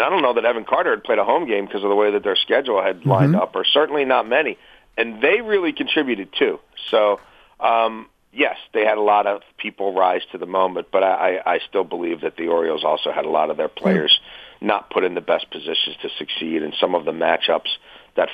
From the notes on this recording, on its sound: phone in with their weekend picks